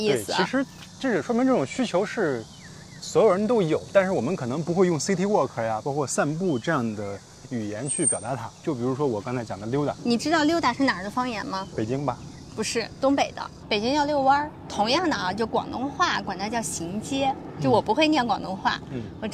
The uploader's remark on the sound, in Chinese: 本期节目是拆漫专家一次新的尝试——户外录制。比如时来时往的飞机噪音和傍晚逐渐大起来的蝉声，实话说，有些地方环境噪音确实有点大，我已经努力处理过了。